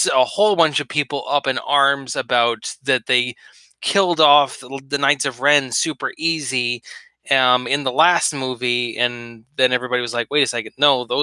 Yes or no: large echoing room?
no